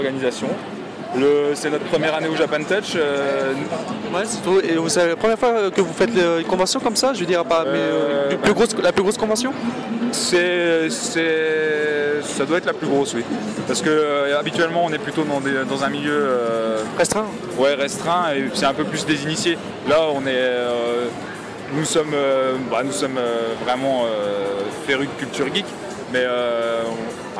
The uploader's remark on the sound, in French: interview dans deux convention : La Science-Fiction Contre Attaque à Roanne 2013 et Japan Touch Lyon 2013